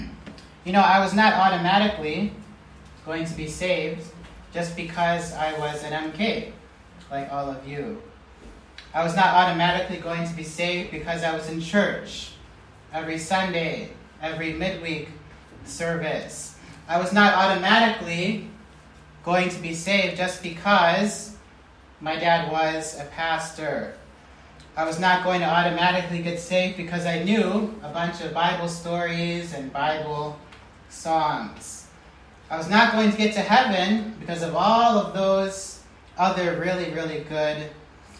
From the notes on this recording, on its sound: preached this message at the IBMK Missionary Kids Camp in Kenya